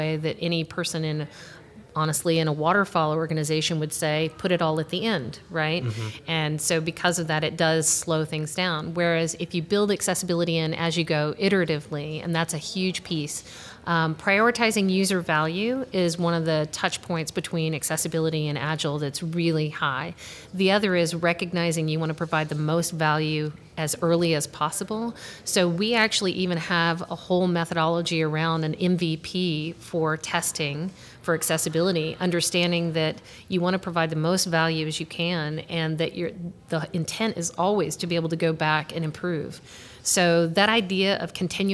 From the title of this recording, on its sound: Live From Agile Midwest